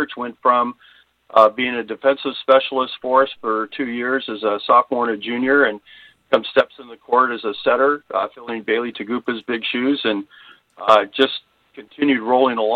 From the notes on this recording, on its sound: LIVE on the Back In Action Hotline. RWRC Radio on 95.3 The Ticket/AM-970, Ritter Communications Tubetown 21!